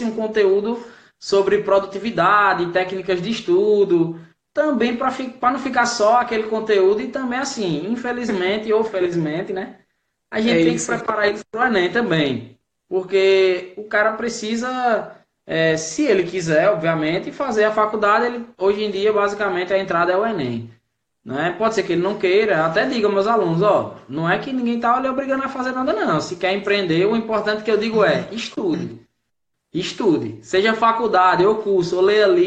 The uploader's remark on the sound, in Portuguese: Áudio da Live realizada no dia 07 de agosto de 2019, artravés do Instagram